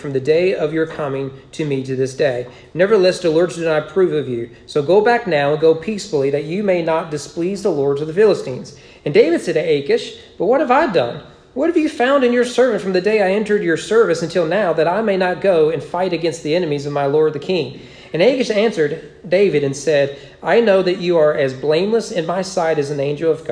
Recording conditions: large echoing room